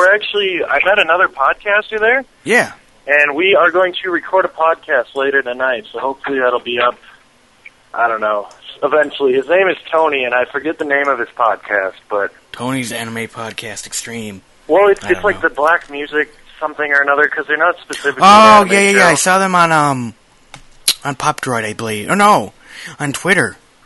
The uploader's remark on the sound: A call.